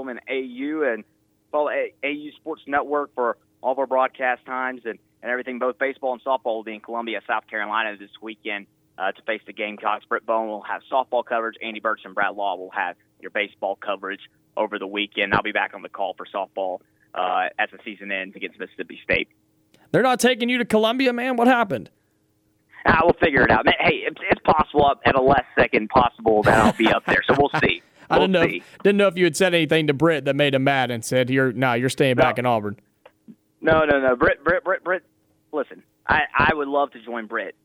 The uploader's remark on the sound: joins the show on the phones